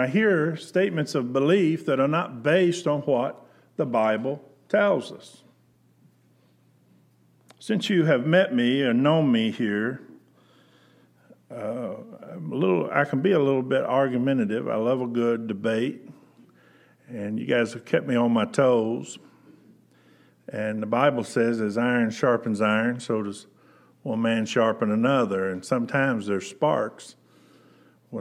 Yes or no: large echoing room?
yes